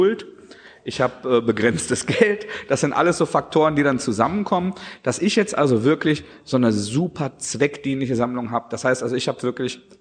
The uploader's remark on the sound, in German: unsere erste Live-Folge